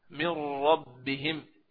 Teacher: تدغم النون وتدخل كلها في الراء فلا يبقى للنون أثر، يعني لا يبقى للنون غنة، فتكون قراءة كالتالي: من ربهم، يعني ما نقول من ربهم · Term: إدغام كامل بلا غنة